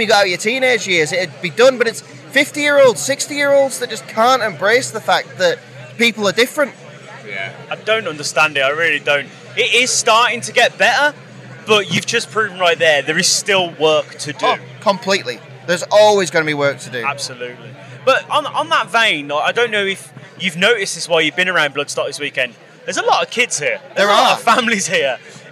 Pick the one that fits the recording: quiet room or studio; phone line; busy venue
busy venue